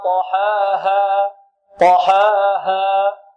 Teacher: لابد أن نسوي بين الألفين، هنا الألف، الألف التي بعد الحاء في طاحاها، والألف التي بعد الهاء بمقدار حركتين، فنسوي بينهما في المد.